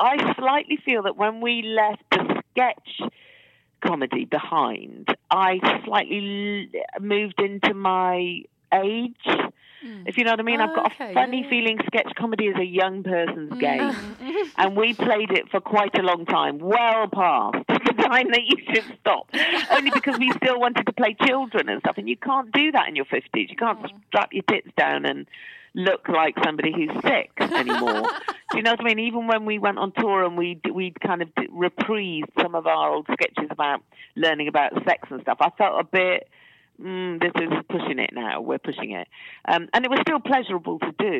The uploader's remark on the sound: joins us on the phone